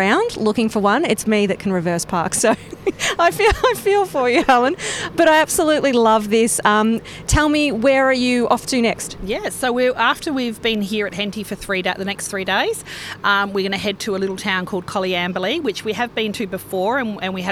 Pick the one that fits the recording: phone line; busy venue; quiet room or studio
busy venue